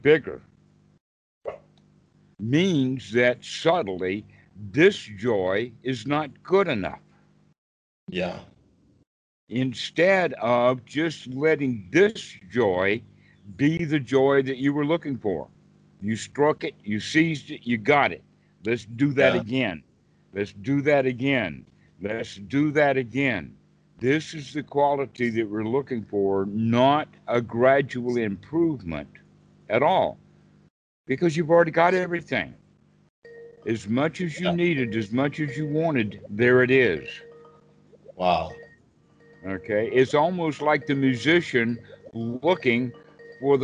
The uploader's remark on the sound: skype calls on this channel